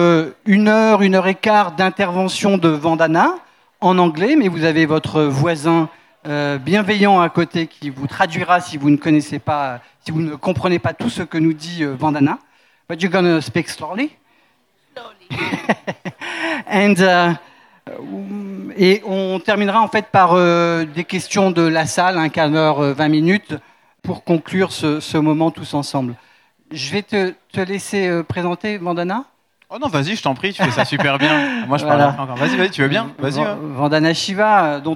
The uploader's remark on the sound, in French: Conférence enregistrée en public à la REcyclerie. Enregistrement : le 18 novembre 2023 à la REcyclerie.